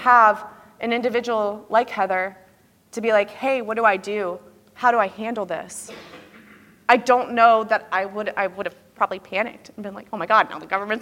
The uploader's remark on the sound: I gave a keynote at the 2023 NENA Conference